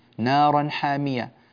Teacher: نارا حامية، هذا التنوين جاء بعده حاء فالإظهار هنا حلقي